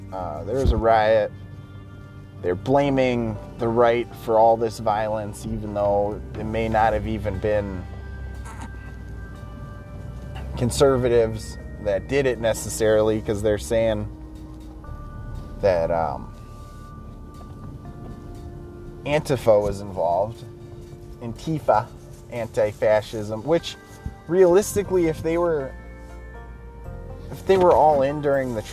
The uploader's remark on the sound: Car cast. Blowi g off steam in the car on the way to work.